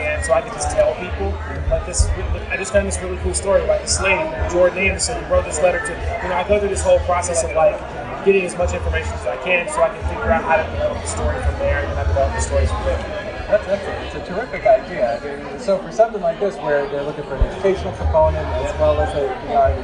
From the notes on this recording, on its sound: record LIVE from the first-ever Boston Kids Comics Fest, held April 28, 2018, in Boston's Jamaica Plain neighborhood.